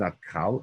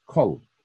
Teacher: Kof Lamed is not Kal, it's Kol, because it's a Kometz Gadol. · Shown in: second take